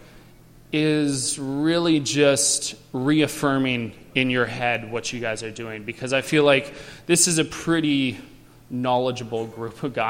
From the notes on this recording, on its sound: Recorded live at the Great Canadian Homebrew Conference put on by the Canadian Amateur Brewers Association.